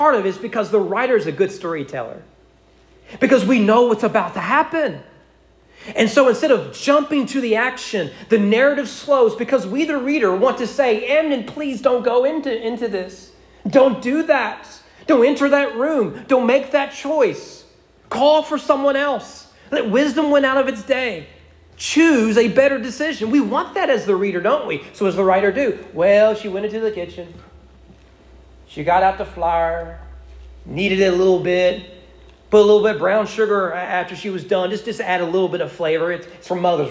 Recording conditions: large echoing room